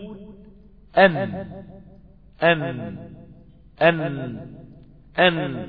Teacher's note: لما بيبقى الهواء جاي مندفع من الداخل بيلاقي سيادتك قافل المخرج بلسانك خالص عشان تنطق بحرف النون